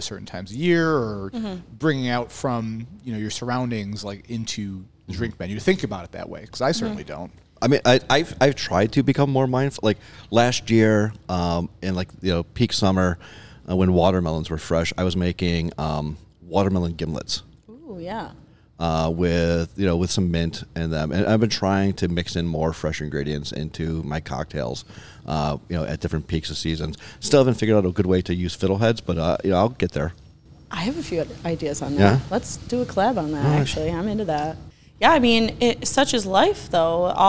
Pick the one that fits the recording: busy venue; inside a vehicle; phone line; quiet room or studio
busy venue